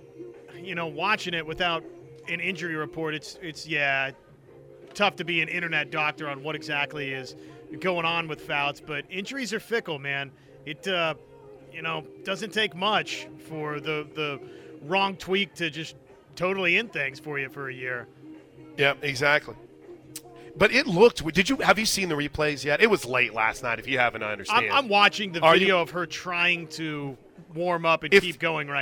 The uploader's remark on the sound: live from the Big 12 Softball Tournament!